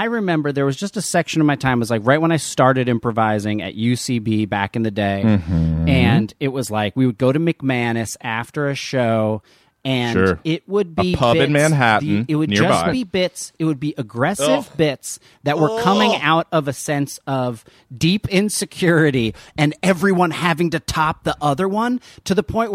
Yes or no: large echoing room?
no